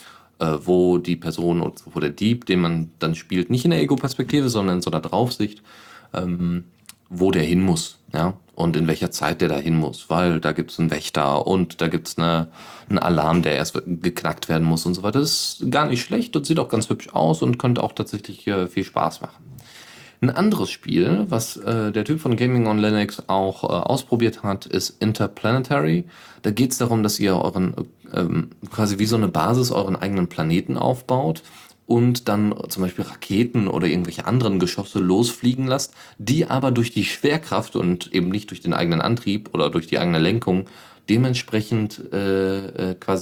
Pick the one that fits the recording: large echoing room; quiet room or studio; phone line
quiet room or studio